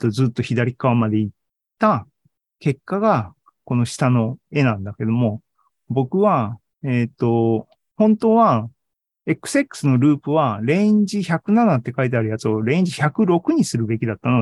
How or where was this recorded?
video call